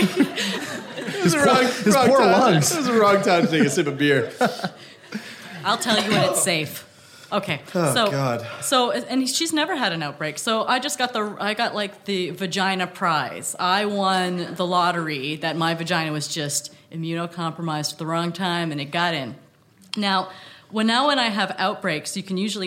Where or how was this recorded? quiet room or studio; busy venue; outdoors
busy venue